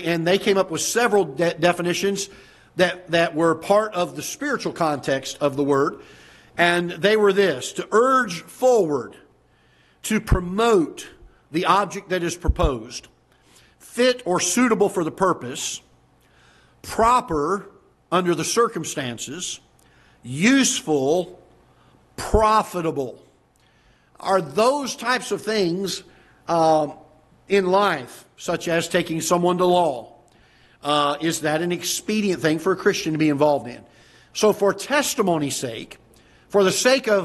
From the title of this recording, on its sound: Ketha Heights Baptist Church ~ Live Broadcast